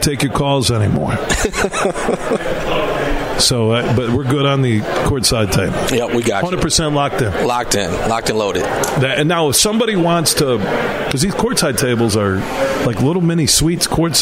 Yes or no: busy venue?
yes